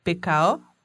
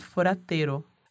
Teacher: esse S, é em posição de coda, coda é o fim da sílaba. Ele varia e vai sofrendo aspirações, vai ficando mais fraco. E em alguns momentos ele não é nem pronunciado. · Term: enfraquecimento do S